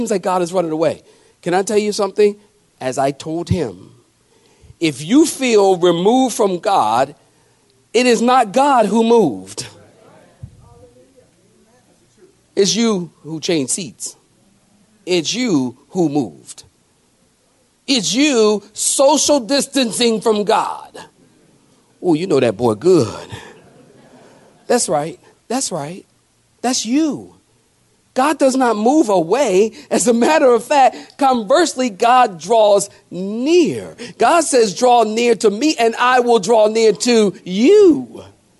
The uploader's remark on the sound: sermon preached at Calvary Chapel Cary.